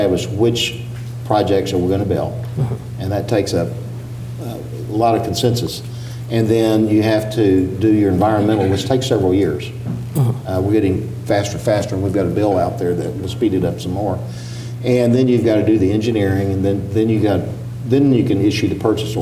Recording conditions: live audience